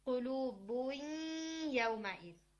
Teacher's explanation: नून साकिन के बाद चूंकि या आया तो अब आधा नून ले रहे हैं, आधा या ले रहे हैं, कुलूबुन यौमाइज़. · Term: इदगाम